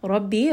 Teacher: ra is also heavy in this case because ra has a fatha